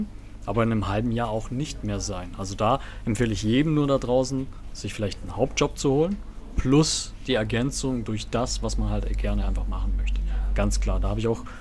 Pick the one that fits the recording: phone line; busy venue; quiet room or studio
busy venue